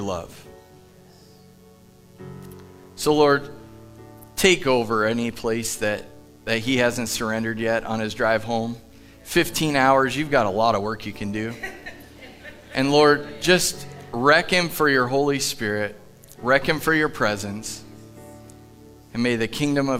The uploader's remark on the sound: Live from The Summit Church in Dover, OH